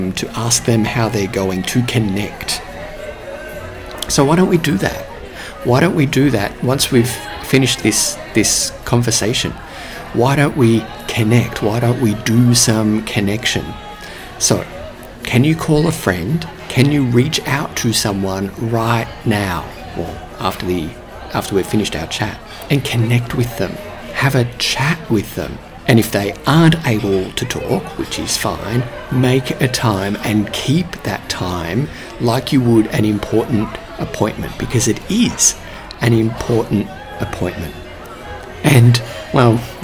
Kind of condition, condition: setting, busy venue